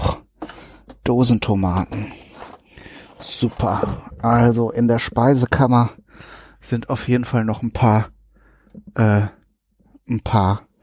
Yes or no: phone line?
no